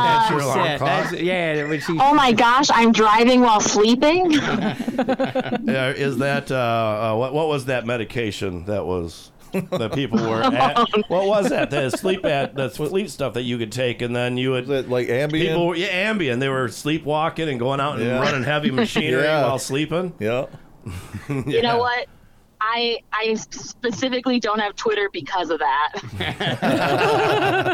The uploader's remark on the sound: joins the crew by phone